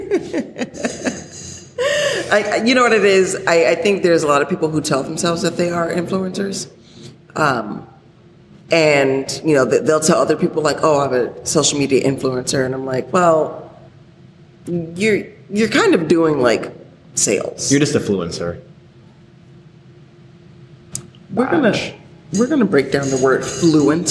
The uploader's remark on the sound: deal with a bit of echo with the audio file